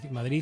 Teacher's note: si dejamos resbalar el aire sobre la lengua, nos sale Madrid con Z